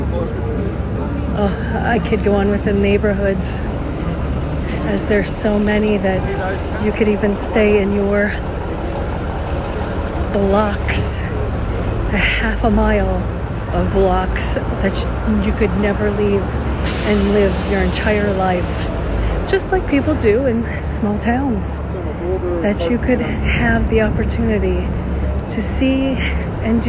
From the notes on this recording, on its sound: Rockefeller Center & 5th Avenue, NYC, New York, USA. Special Edition On Location Walk and Talk.